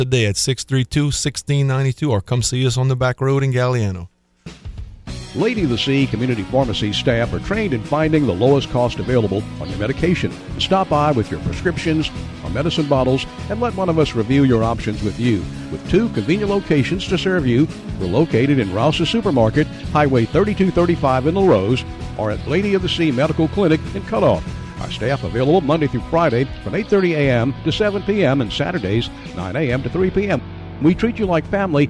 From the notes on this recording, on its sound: We also go to the phone lines. We then hit the phones again.